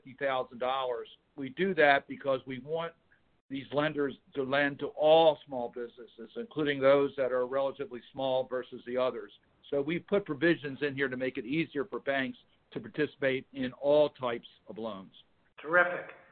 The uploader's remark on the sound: recorded as a phone call on March 30, 2020.